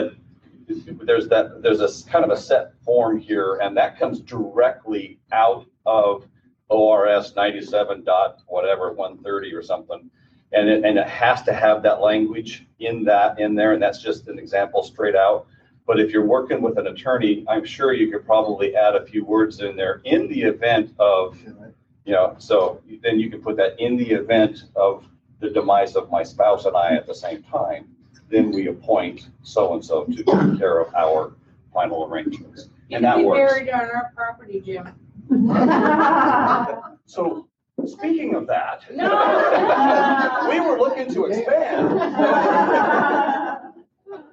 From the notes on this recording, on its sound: This podcast features a recording from a seminar. Answers questions from the audience in this recording.